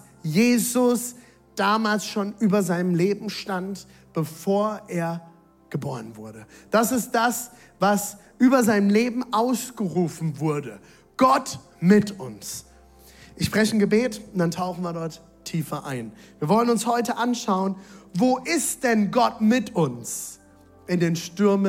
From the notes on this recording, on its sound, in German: Audiomitschnitt der Predigt